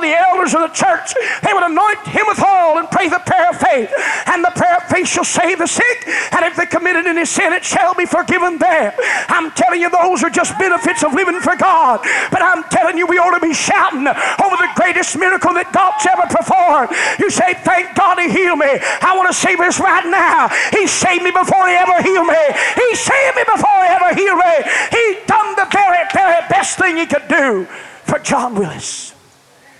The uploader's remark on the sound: This message was delivered at First Apostolic Church January 29, 1989.